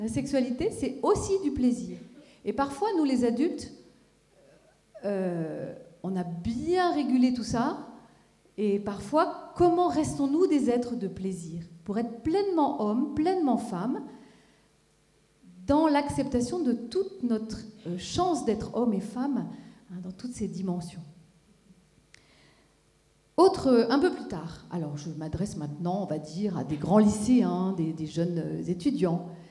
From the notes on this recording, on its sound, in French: Dans le cadre du Festival des familles en Gironde, une conférence était donnée le mardi 29 septembre 2015, à l'Athénée municipal de Bordeaux.